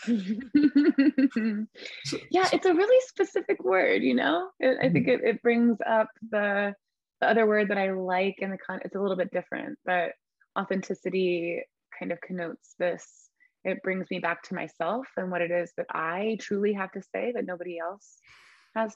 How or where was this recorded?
video call